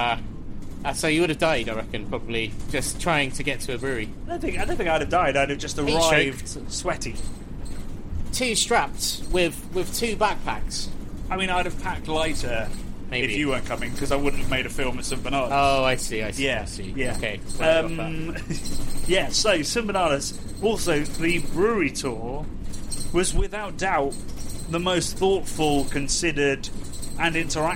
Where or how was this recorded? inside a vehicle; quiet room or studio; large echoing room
inside a vehicle